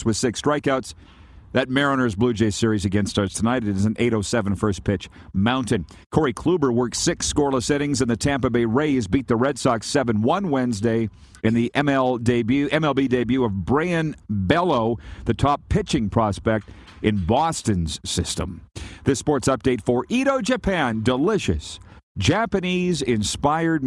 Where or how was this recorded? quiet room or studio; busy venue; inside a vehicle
busy venue